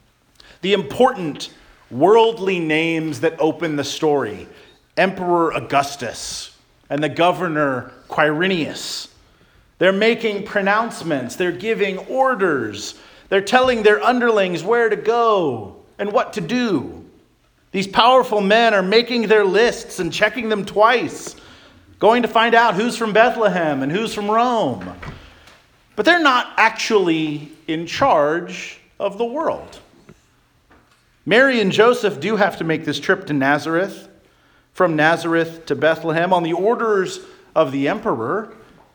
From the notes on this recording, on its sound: Charles Anglican Cathedral, Bremerton, WA.